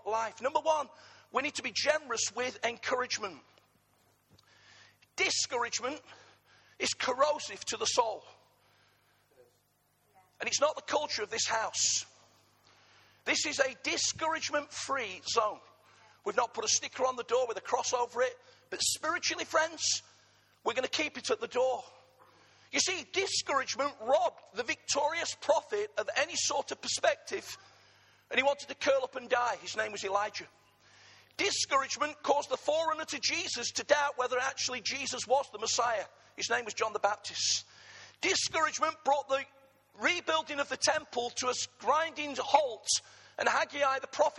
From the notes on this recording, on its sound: Arena Church Ilkeston